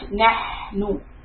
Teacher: The ha, the throaty sound that comes from the middle part of the throat. The air is coming out.